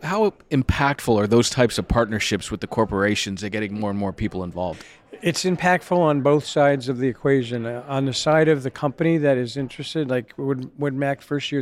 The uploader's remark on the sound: Plus, more of the best discussions from a packed Solar and Energy Storage Summit in San Francisco. Live from the Wood Mac event.